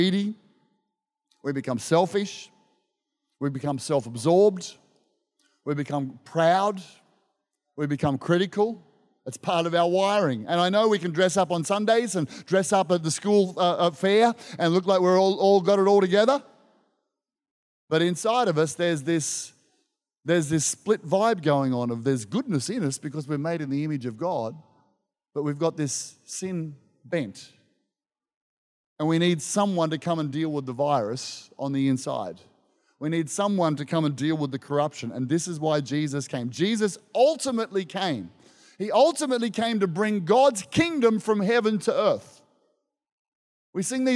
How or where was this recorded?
live audience